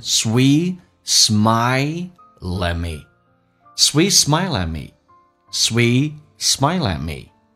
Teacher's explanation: L 这个发音跟后面的 at 可以形成个连音，就变成 sweet smile at me sweet smile at me sweet smileat me。